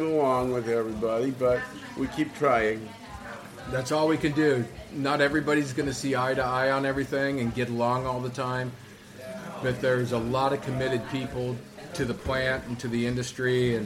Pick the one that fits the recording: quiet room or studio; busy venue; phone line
busy venue